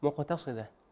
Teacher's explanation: لاحظنا عندنا الدال والقاف. عدم القلقله والدال طبعا فخمت